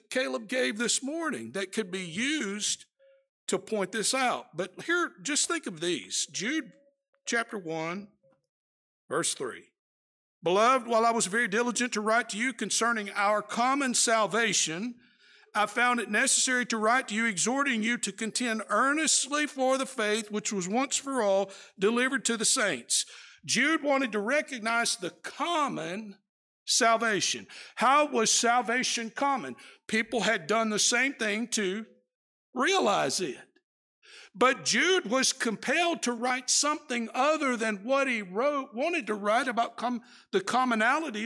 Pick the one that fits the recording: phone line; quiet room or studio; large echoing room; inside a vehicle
large echoing room